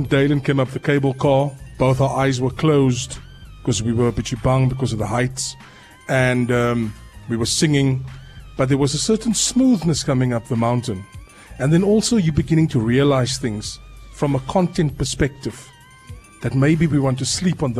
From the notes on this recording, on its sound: Broadcasting LIVE from Table Mountain Aerial Cableway